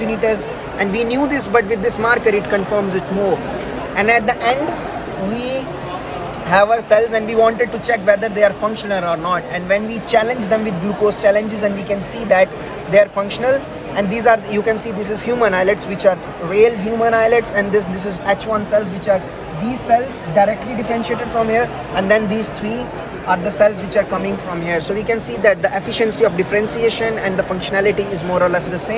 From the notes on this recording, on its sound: Recorded during the Day 1 Poster session at Islet Study Group 2023.